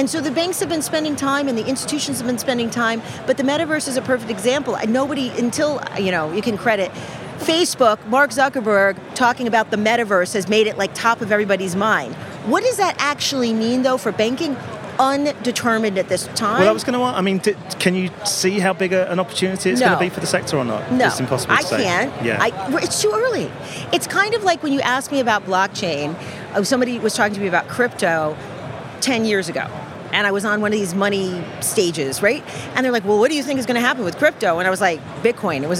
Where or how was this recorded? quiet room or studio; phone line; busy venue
busy venue